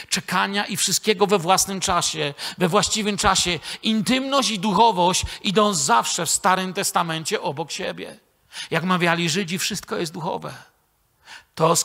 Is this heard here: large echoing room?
yes